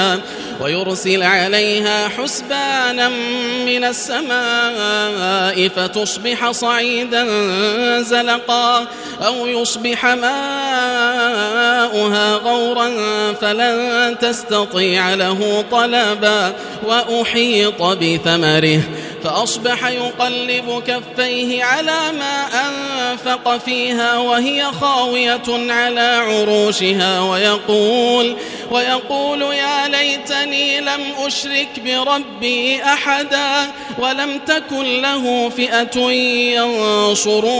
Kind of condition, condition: setting, large echoing room